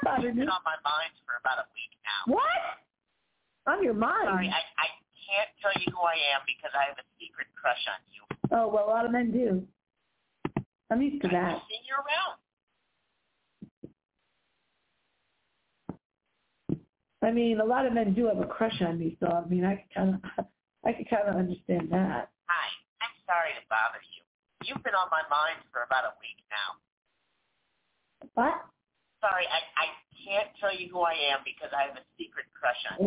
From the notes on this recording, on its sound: we hardly ever get any phone calls into the show, but something tells me tonight's going to be different